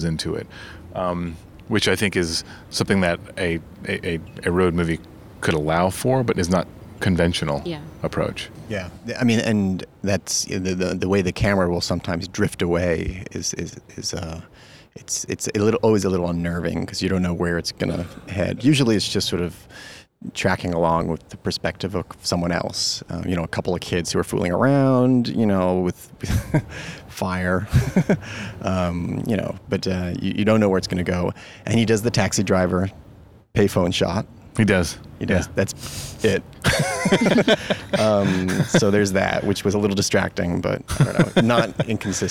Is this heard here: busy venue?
yes